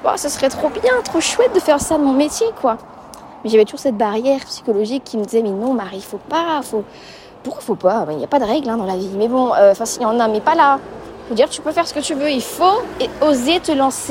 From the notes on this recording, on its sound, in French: Un épisode enregistré sur le chemin pour aller faire quelques courses à l'épicerie.